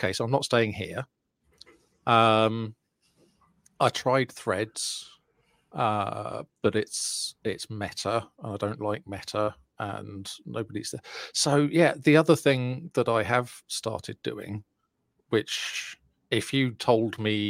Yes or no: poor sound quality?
no